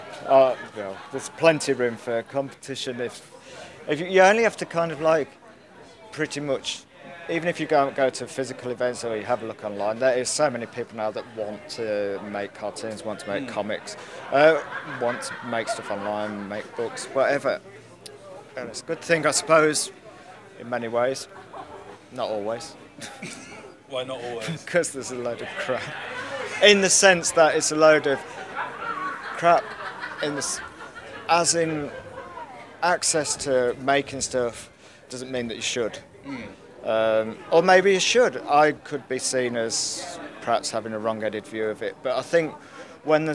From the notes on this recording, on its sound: I went along to the Crouch End Cartoon Arts Festival 2015 and spoke to the people there